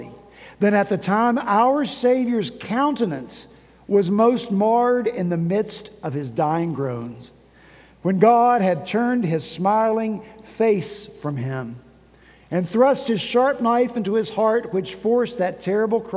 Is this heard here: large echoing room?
yes